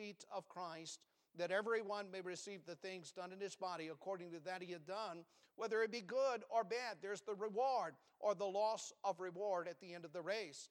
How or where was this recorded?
large echoing room